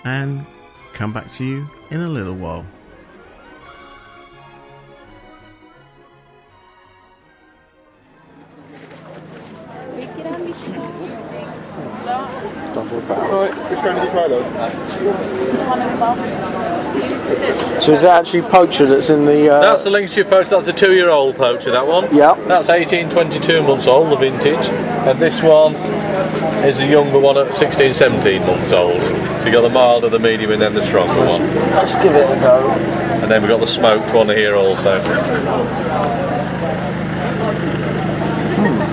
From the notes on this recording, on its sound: Extracts from The Letchworth Garden City, Food & Garden Festival. I also play in a little snippet from the annual Jackmans Fun Day.